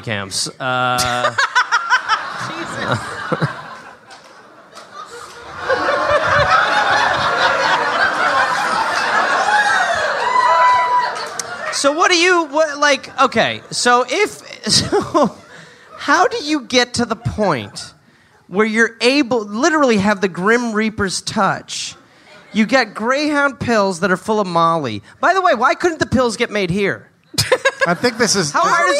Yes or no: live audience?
yes